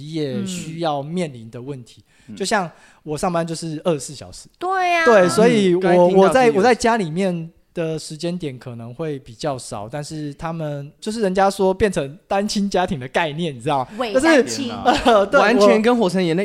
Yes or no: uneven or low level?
no